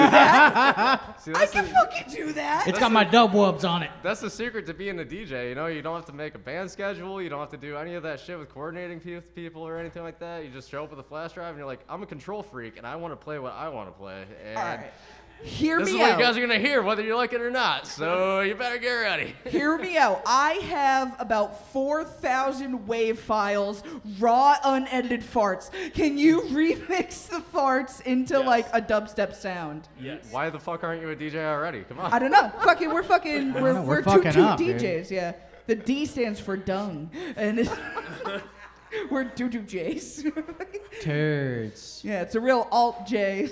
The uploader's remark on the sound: LIVE! From Electric Haze. It was a ton of fun doing it live.